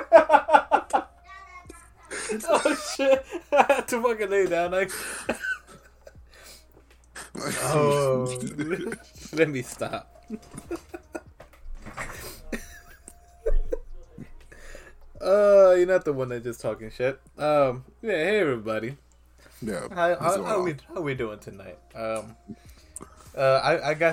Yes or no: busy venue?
no